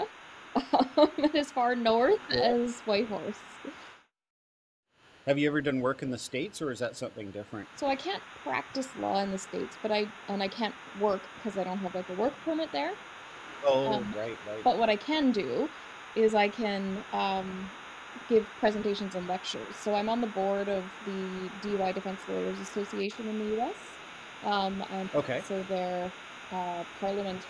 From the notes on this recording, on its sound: Poor sound quality.